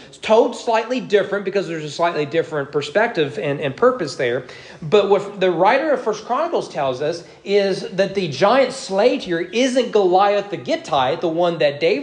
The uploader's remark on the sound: Sermon preached at East Frankfort Baptist Church on October 23, 2022 during morning worship.